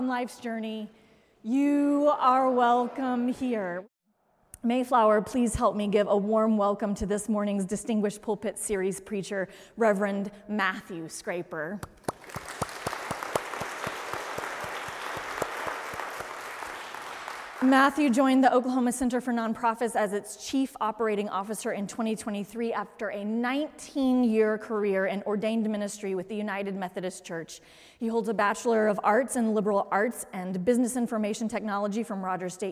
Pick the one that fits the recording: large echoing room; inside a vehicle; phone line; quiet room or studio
large echoing room